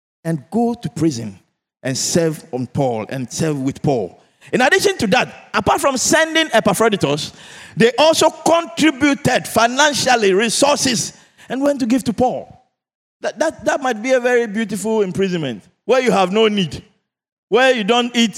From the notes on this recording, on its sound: Sermon preached at CBC Shiashie Campus on Sunday January 21, 2024